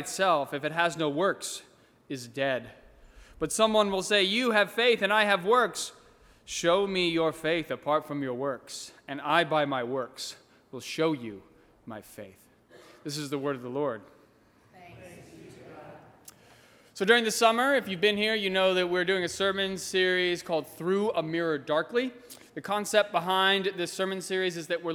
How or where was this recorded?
large echoing room